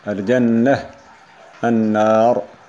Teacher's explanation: وكيفية الإضغام أن تدمج، أي تدخل اللام في الحرف المضغم فيه فيصير النطق بالحرف الثاني مشددا من غير غنة إلا عند النون، ولا يظهر للام أثر في النطق. وأما النون ففيها الغنة بمقدار حركتين عند إضغام اللام فيها